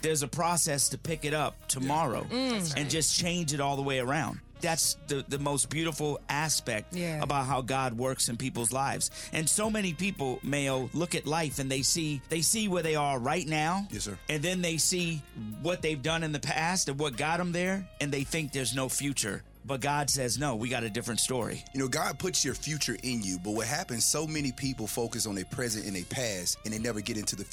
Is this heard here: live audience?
no